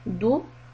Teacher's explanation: When we have the dal with the dhamma, do, then we are making a sharp round lips, and make sure that when you come to meem, you flatten it, dum, and then go back again to the rounded lips, and do hems and kaf.